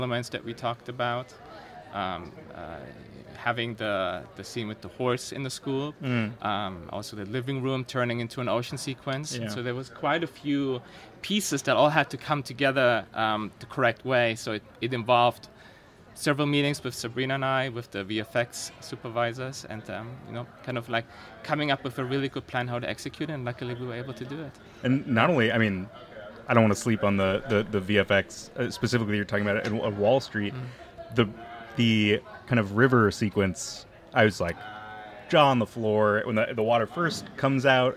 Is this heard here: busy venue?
yes